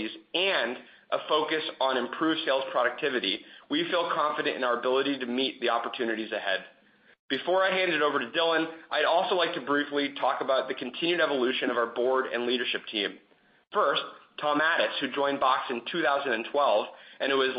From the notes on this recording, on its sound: Box (BOX) Q1 2020 Earnings Call.